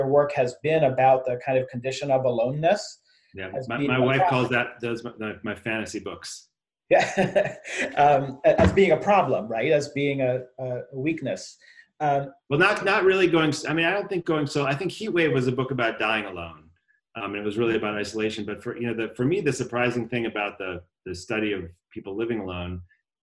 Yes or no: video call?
yes